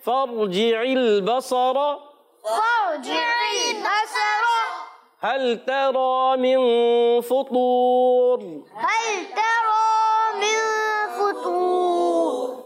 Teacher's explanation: रा पर जबर आने की वजह से रा को पुर पढ़ेंगे।